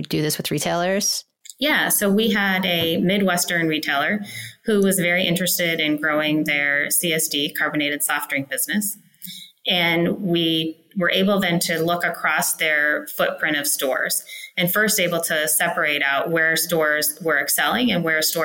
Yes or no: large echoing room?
no